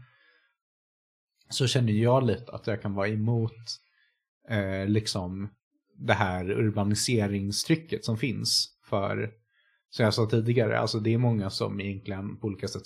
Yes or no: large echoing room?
no